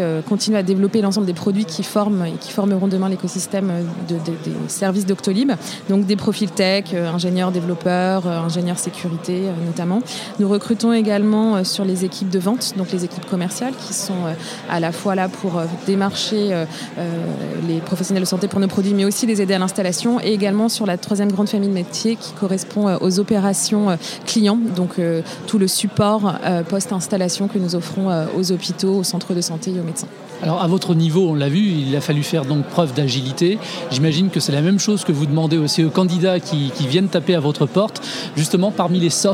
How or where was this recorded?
busy venue